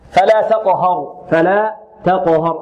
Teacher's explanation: التاء مرققة والقاف مقلقلة وماذا؟ ومفخمة. تاقو، ولا تميل لا إلى فتح ولا إلى كسر ولا إلى ضم.